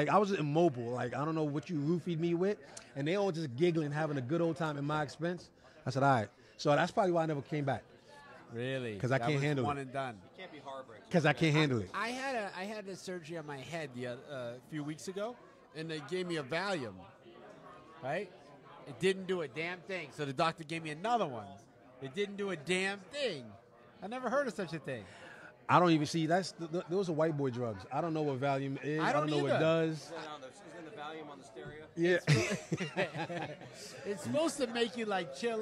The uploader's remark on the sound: at The World Series of Comedy!